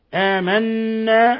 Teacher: آمنا حرف غن مشدد، نون مشددة تغن مقدار حركتين. آمنا، ولابد من إلصاق طرف اللسان في أصول الثنائي العليا مع غن من الخشوم حتى يتحقق إظهار الحرف الغن المشدد.